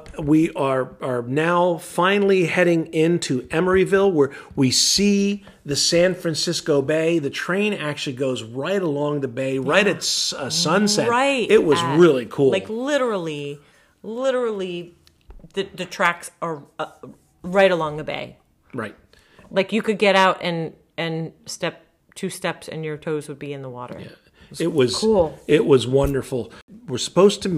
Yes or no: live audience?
no